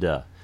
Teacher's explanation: Yes, and as we work on accents of English, we have different variations, and particularly people for whom English isn't their first language are likely to have less aspiration perhaps on T and more of that pre-voicing on the D sound